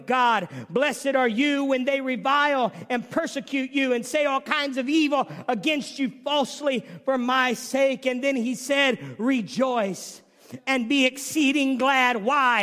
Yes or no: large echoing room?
yes